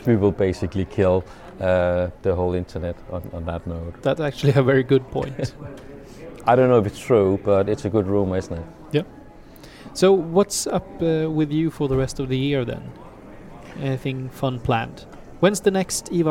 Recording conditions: busy venue